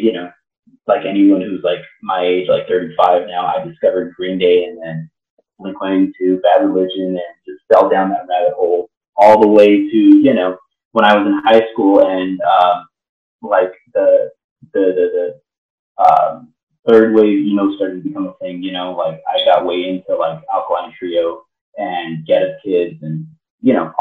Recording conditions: poor sound quality